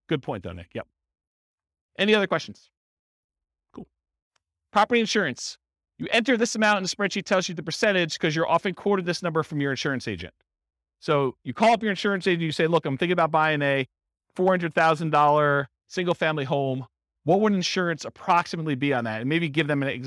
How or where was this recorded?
live audience